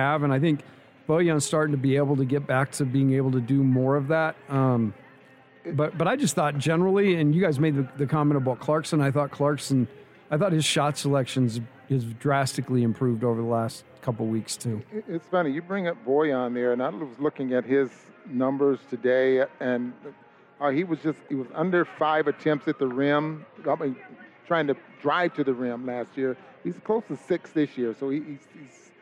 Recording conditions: busy venue